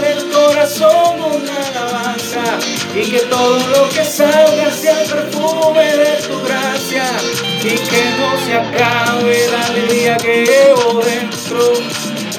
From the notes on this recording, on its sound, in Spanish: actualmente grabo con mi teléfono